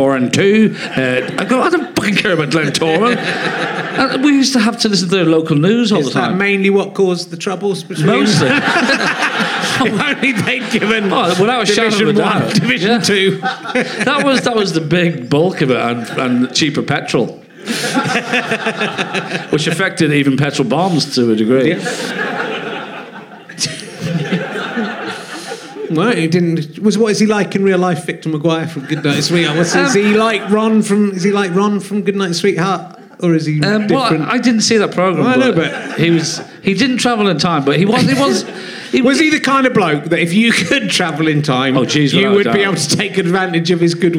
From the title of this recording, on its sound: Leicester Square Theatre Podcast